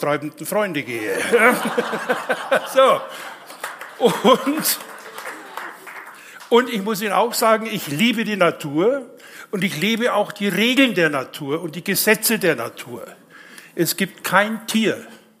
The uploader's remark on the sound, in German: LIVE in der LVZ Kuppel